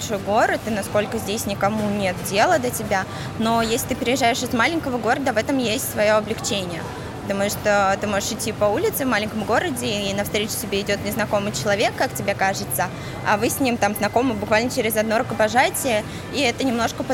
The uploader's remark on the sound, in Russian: Поэтому тоже посетили рынки, записали этих людей и эту музыку.